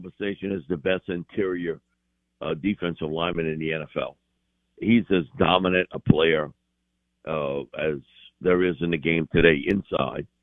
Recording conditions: phone line